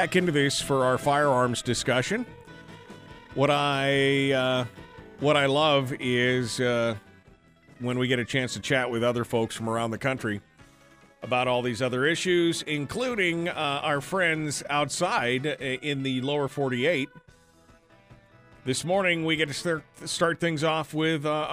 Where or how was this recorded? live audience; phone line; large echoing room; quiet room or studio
phone line